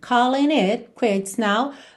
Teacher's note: Aqui ligou calling it pelo N.